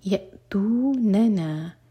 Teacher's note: پہلے نون پر فتح، دوسرا نون دو حرکہ لمبا